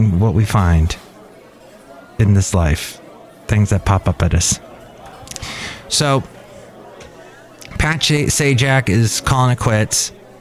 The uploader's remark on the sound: podcasts live from Café Anyway